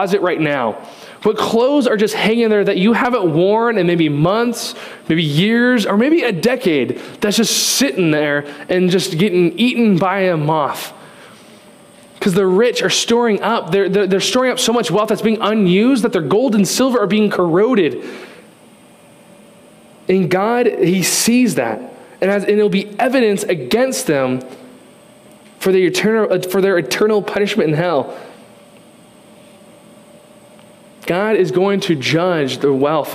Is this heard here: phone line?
no